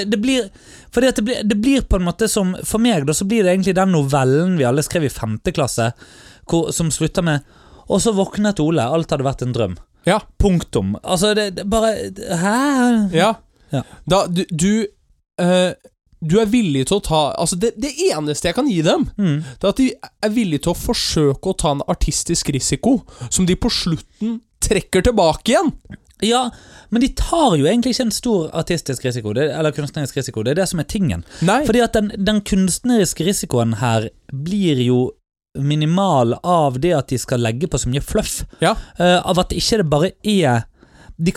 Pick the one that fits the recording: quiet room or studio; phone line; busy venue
quiet room or studio